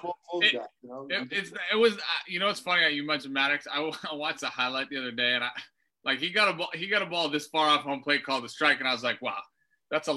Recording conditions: video call